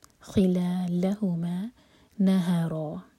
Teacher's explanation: نون اور ہا دونوں لائٹ اور را ہیوی، اور را دو حرکہ لمبا